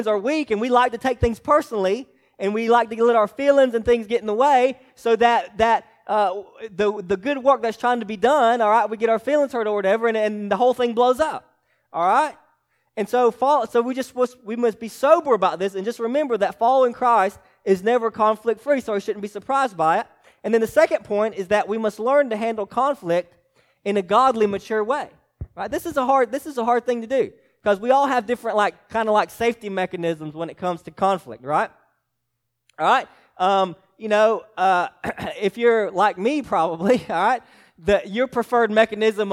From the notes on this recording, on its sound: preached to Hillside Baptist Church in Eastman, GA on 2/25/24